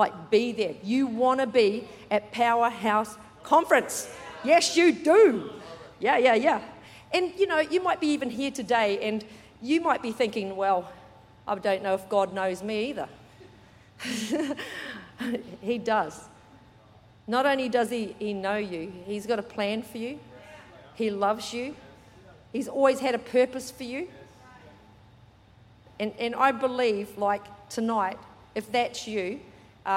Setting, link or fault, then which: setting, large echoing room